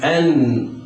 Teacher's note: أن وقف بلسانك، أنطق النون وتوقف وانظر إلى موضع لسانك، أن تجده أن طرف اللسان التصق بلثة الأسنان العليا · Term: الإظهار الحلقي